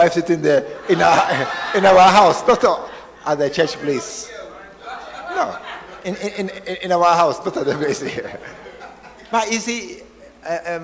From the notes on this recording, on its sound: Preached At The Art Of Evangelism Conference.